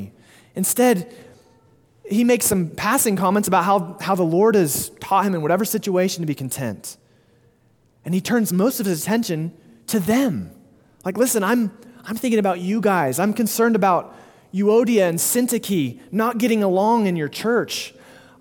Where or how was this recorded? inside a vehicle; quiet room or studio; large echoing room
large echoing room